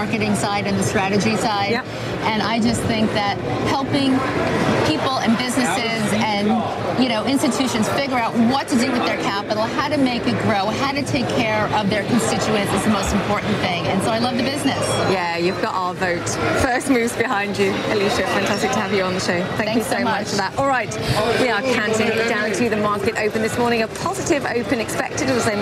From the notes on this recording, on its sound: live from the New York Stock Exchange